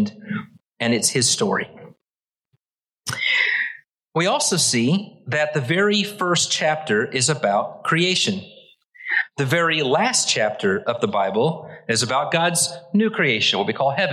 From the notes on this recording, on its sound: Originally preached at the West Side Church of Christ (Searcy, AR) on January 15, 2023